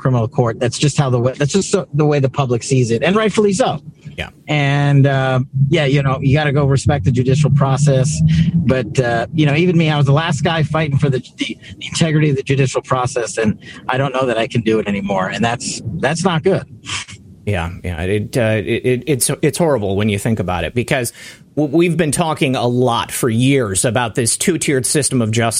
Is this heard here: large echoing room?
no